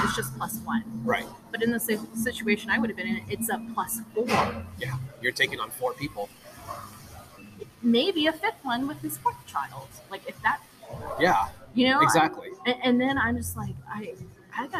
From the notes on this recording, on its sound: I sit down IN starbucks (pardon the noise).